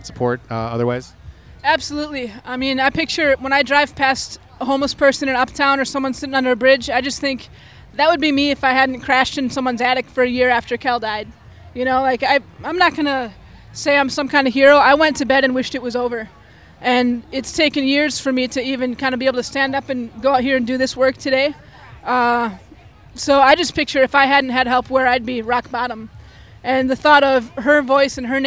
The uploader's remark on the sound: On-location at the 2018 Twin Cities Pride Festival